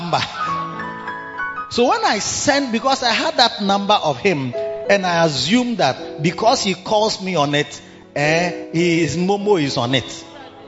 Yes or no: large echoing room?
yes